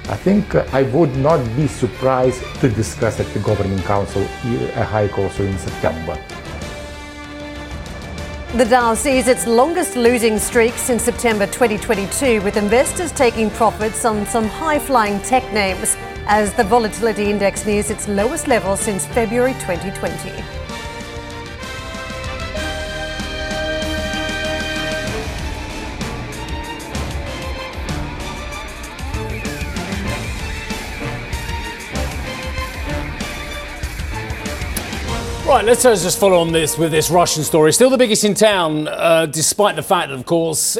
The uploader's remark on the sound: We are live in Sintra, Portugal for the ECB’s annual summit